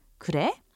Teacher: In this case, the word would be used as a question, so it should be said with the rising intonation